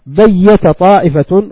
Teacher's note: فإنه يدغم التاء في الطاء في الإدغام في وجهي الإدغام